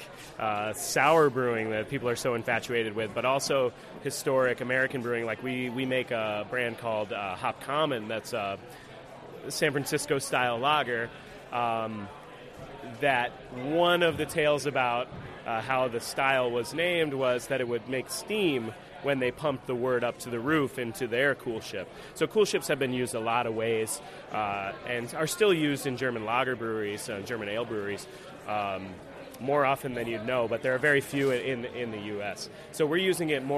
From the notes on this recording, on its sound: live at Jimmy’s No.